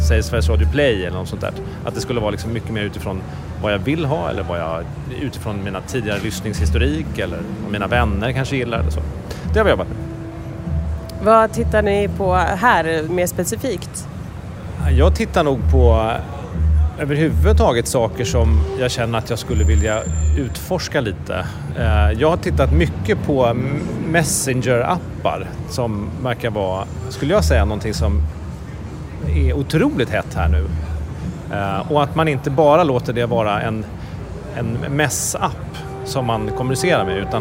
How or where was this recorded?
outdoors